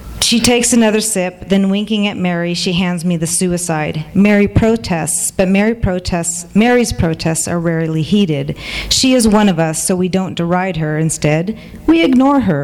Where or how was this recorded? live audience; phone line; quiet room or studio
live audience